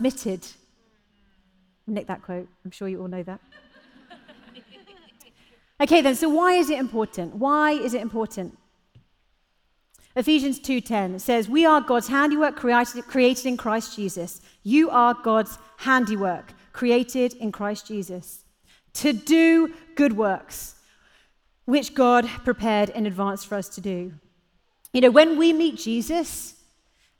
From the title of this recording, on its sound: Live at The Orchard Conference 2022